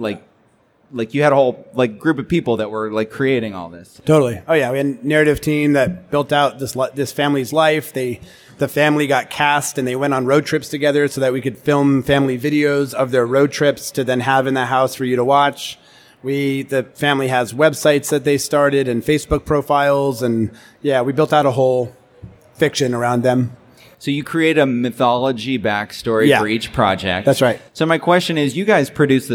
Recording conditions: live audience